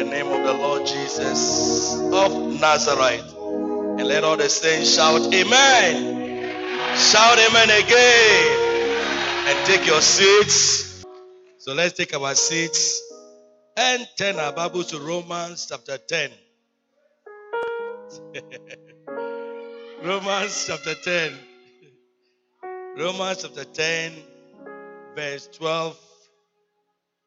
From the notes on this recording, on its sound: He Gave Gifts Unto Men Convention. Preached at the Good Shepherd Cathedral, Loyalty House International. Community 22 - Tema.